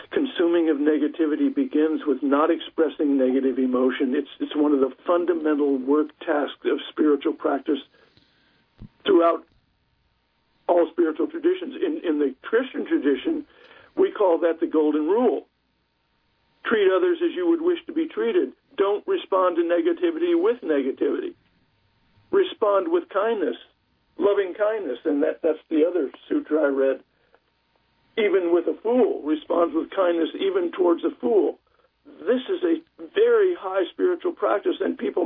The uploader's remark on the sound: we speak by telephone